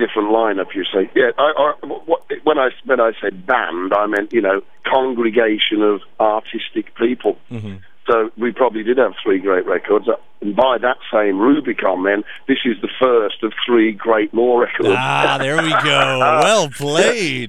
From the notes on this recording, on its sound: took some time on the phone